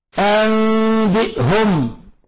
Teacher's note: نون ساكنة جاء بعدها الباء في نفس الكلمة تقلب ميما مخفى · Term: القلب